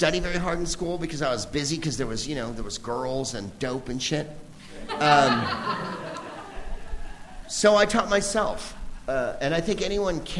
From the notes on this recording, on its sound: Live from The Upfront Theatre in Bellingham, WA